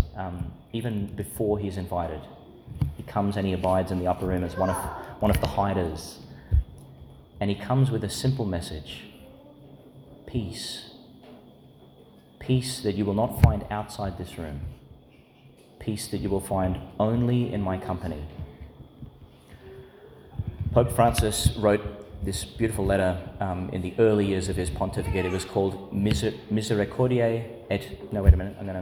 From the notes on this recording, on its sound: delivered in St Patrick's Church, Calliope, Qld.